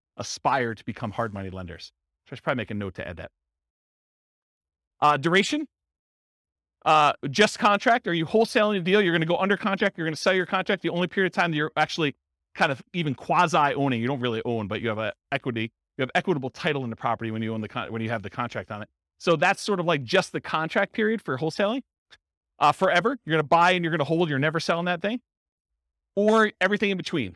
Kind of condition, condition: setting, live audience